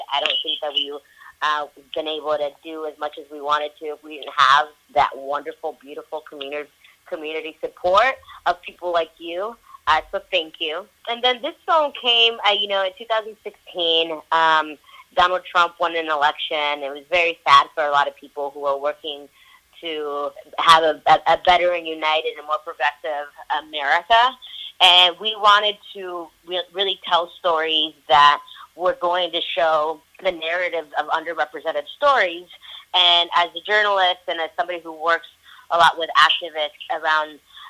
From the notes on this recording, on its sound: Couldn't get them in the studio, so we had an audio three-way and I interviewed the co-directors of the documentary film "You Racist, Sexist, Bigot." via phone!